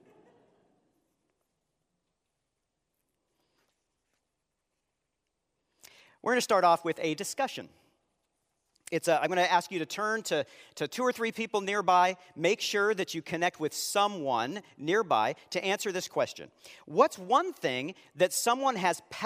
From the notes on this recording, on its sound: Live Sunday Worship